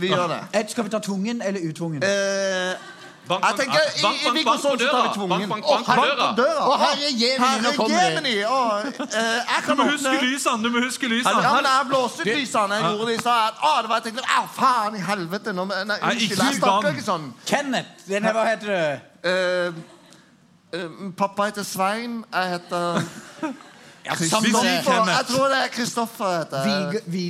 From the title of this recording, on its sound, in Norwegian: Live fra Salt